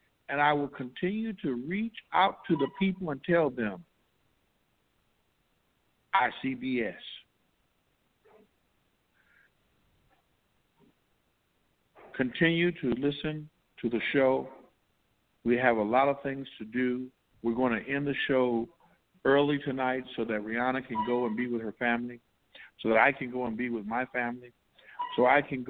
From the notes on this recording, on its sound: Tonight Live from California Lock Down. Live-callers.